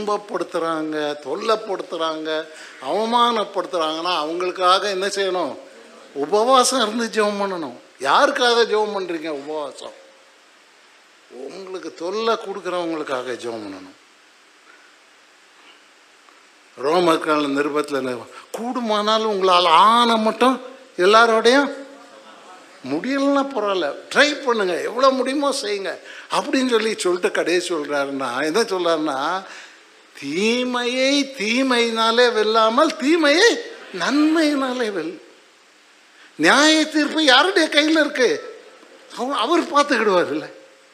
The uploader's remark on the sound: Sunday First Service Sermon Live